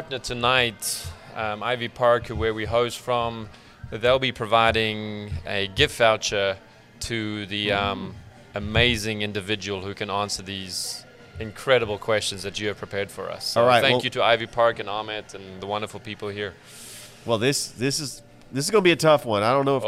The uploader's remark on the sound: Live from Ivy Park Sports and Grill